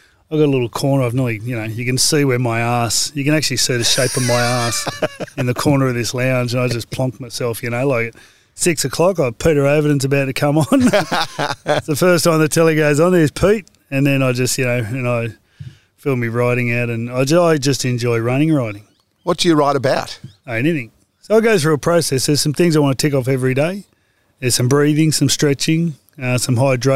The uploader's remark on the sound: After a workout and some meditation together, we sat outside in the sunshine. This was the type of interview where you kind of forget that the microphones are there and everything is recording.